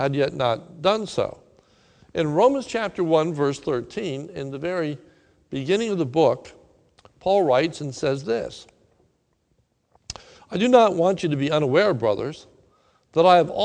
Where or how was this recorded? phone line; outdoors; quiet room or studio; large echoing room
large echoing room